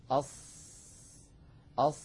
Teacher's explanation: تجدون بأن الصوت قد انحصر بين اللسان وسقف الحلق والحنك · Term: الإطباق